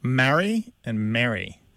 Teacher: I guess Mary with the E sounds maybe a little bit shorter